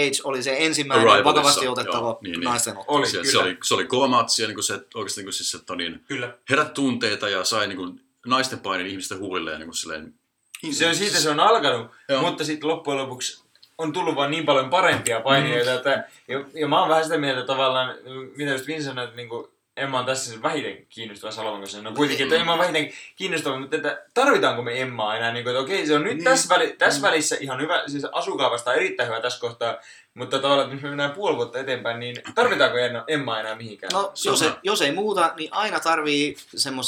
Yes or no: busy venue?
no